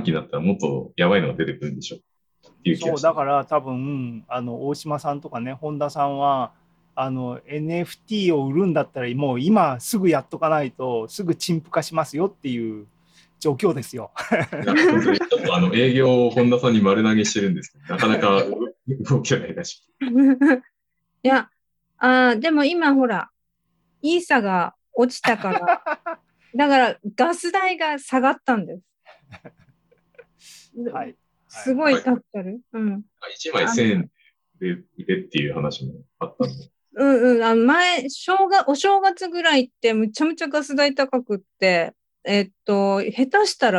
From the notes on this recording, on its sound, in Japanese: ZOOMライブの模様です。